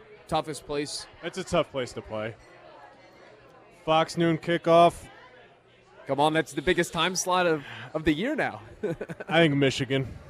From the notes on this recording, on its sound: live from Monk's in Sun Praire